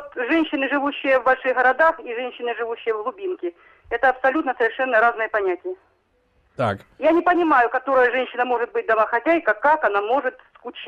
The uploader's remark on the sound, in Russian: В студии. По телефону.